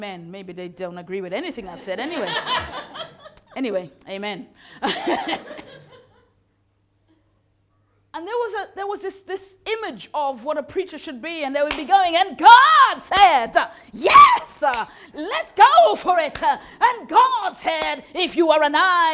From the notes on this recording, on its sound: Recorded live at Moorlands Bible College.